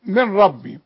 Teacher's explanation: الغي النون تماما. العلماء بيسموها ادغام كامل بدون غنة